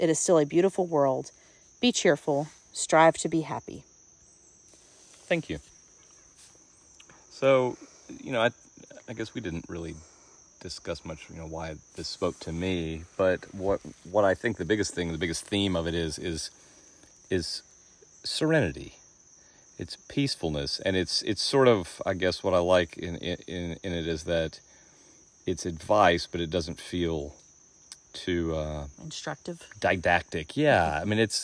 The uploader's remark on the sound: we taped this one while engaging in some Forest Bathing